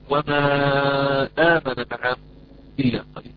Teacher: وما آمن، ما آخرها حرف مد، آمن أولها همزة وما كلمتها. إذا هذا عندنا مد منفصل أيضا مقدار أربع خمس حركات